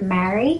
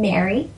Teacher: a lot of Americans would say something like the word marry to get married and to the name Mary. And we would say them the same way.